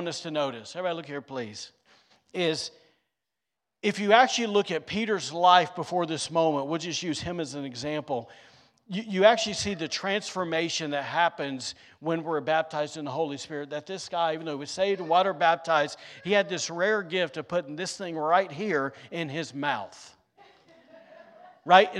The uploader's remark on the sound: recorded on Sunday, May 21st, 2023, during service at The Anchor Church in Rockport, Maine